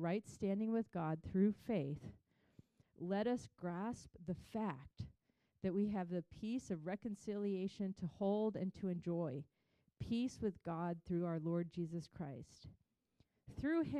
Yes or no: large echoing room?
yes